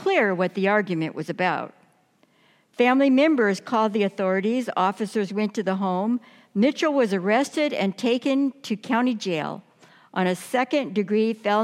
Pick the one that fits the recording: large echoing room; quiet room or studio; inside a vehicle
large echoing room